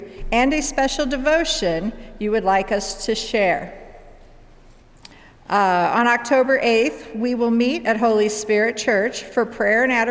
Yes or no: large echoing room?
yes